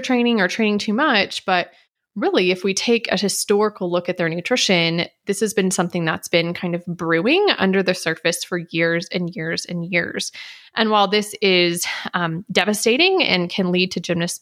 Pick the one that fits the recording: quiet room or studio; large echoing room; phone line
quiet room or studio